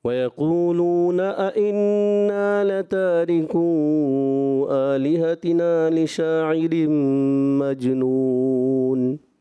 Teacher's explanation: یہاں دو حمزہ ہیں پیارے بچے، جب کبھی ایسا ہو تو دونوں حمزہ کو ہم تحقیق سے پڑھیں گے خوب واضح کر کے